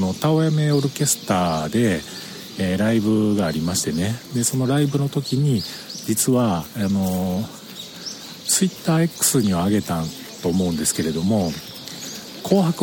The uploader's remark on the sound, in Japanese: 音声は鳥居をくぐったすぐの場所でしたが、明治神宮、とても良いですね！